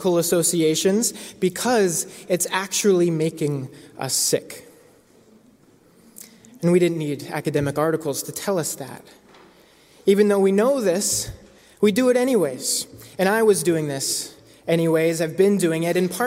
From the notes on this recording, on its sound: Christmas Eve Candlelight Worship. Preached at The First Presbyterian Church of Brooklyn.